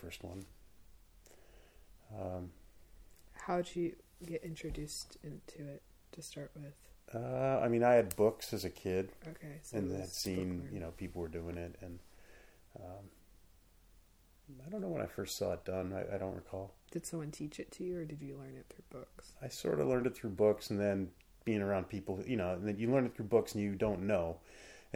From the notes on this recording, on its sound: The audio levels are low so you&#8217;ll have to turn it up. The audio levels are low so you’ll have to turn it up.